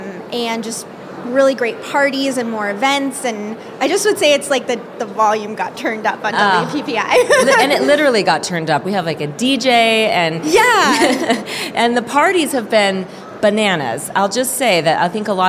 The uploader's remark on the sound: Live From WPPI 2023! Hosted a LIVE podcast on the WPPI stage. Chats with guests about their experience at the conference.